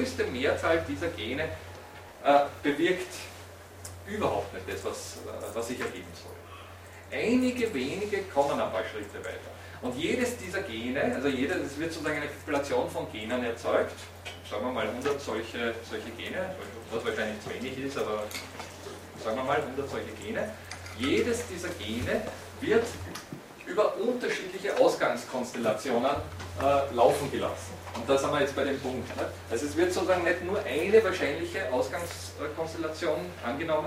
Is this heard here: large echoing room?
yes